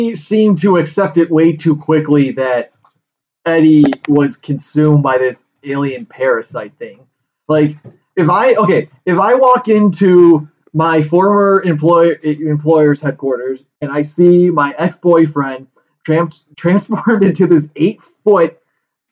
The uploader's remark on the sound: Our audio files unfortunately became corrupted, so the sound quality is on par with that of the film's.